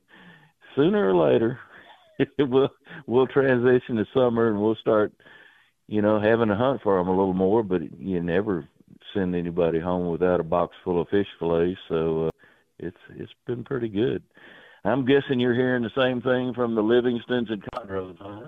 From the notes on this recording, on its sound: From Port Isabelle and open phone lines.